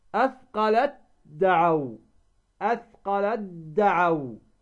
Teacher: التاء في الدال في موضعين، أثقلت دعوا، أثقلت دعوا، فهنا تدغم التاء ماذا؟ بالدال